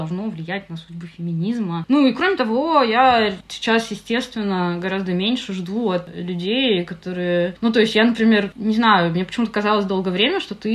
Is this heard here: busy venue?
no